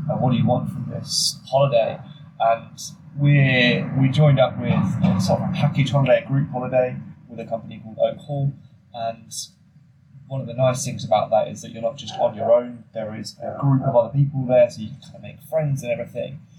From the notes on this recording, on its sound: Living it up in Spain. Quite literally recorded on a windy balcony in Spain.